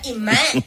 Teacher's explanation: no se pronuncia ni la S primera ni la L del final.